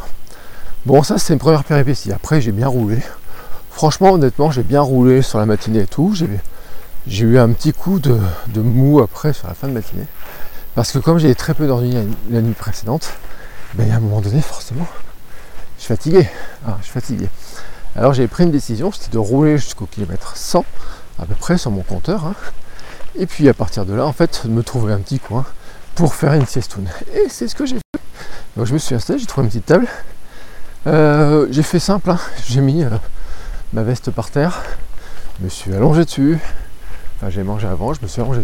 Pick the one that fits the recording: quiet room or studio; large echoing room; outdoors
outdoors